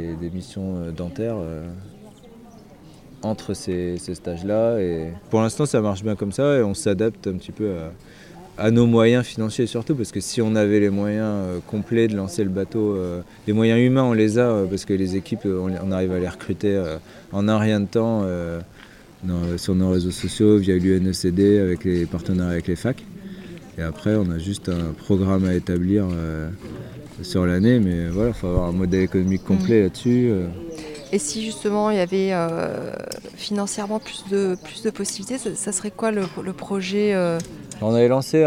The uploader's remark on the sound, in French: l'épisode que j'ai enregistré lors de mon séjour en Bretagne pour passer une journée à bord du castor